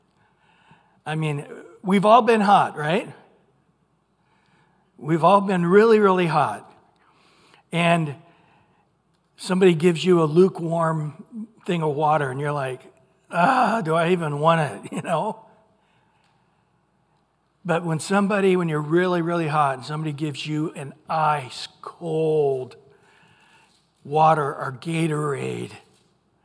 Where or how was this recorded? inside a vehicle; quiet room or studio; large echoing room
large echoing room